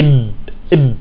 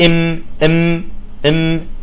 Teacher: الإطباق عند الباء يكون أقوى من الإنطباق عند الميم